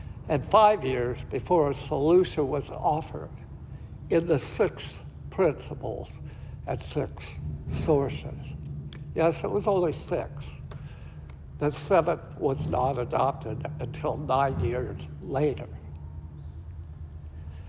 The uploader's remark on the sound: Recorded at Auckland Unitarian Church 23rd April 2023.